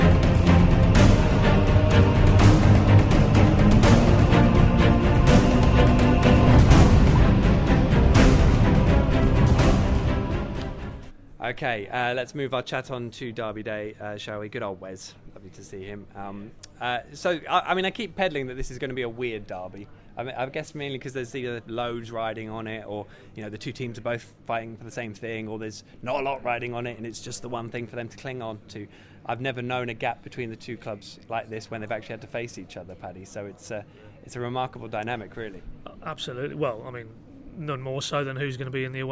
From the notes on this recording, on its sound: The PinkUn Show is LIVE from Departure Lounge in Norwich. All Canaries supporters are welcome every week to pop along to the pub and have their say live on the show.